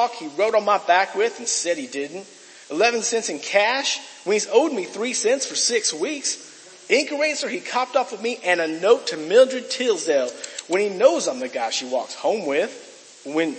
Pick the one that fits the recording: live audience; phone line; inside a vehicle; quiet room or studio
live audience